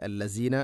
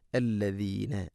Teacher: കഴിഞ്ഞ ക്ലാസ്സുകളിലൊക്കെ നമ്മളത് പഠിച്ചിട്ടുണ്ട്. നാവിൻ്റെ അറ്റം മുൻപല്ലുകളുടെ ഇരുനിരകൾക്കിടയിലൂടെ അല്പം പുറത്തോട്ട് നിൽക്കണം. · Shown in: second take